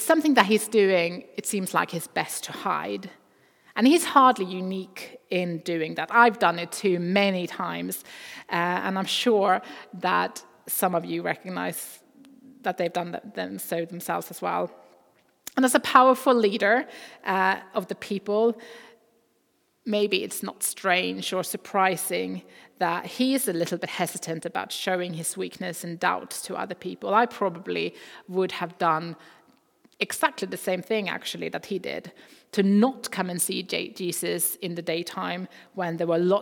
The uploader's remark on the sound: Recording from Immanuelskyrkan Skövde.